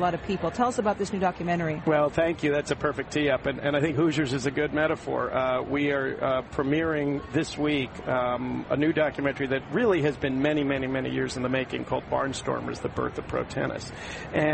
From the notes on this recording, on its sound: Live from the 2016 US Tennis Open in Flushing, Queens NY.